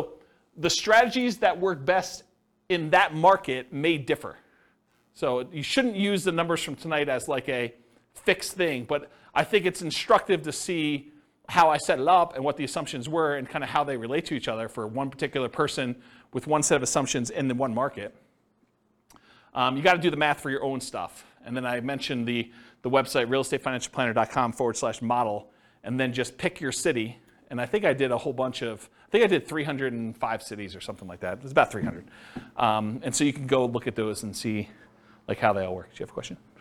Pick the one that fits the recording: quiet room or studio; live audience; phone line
live audience